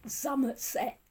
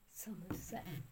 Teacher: some people say it sounded more like Somerset, with the S's pronounced as Z · Shown in: first take